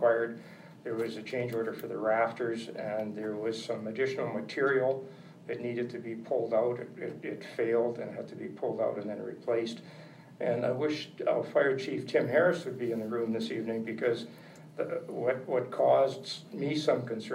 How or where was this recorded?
large echoing room